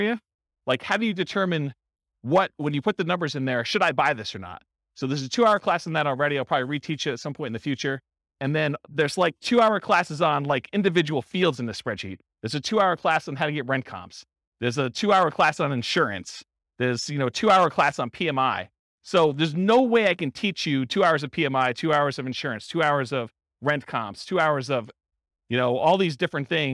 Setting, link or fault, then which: setting, live audience